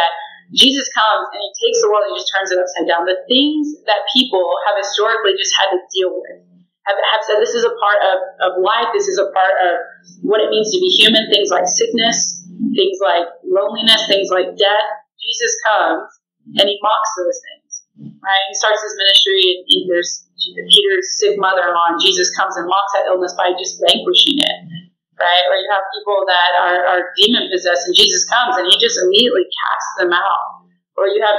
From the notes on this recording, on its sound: Sorry for the poor audio quality!